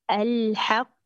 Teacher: انتبه للقاف الثانية، الحق اقرأيها مجهورة